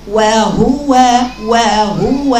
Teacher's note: افتحي الاول الواو باعتدال وضمي الهاء لأنك بتقرأي الحفص، يبقى بنقرأ وهو وهو، وافتحي بوزك يلا اقرأي، عندك فتحتين بينهم ضم.